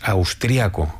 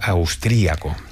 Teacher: En España normalmente decimos austriaco, con el acento prosódico en la segunda A, pero en otros países es más habitual austríaco.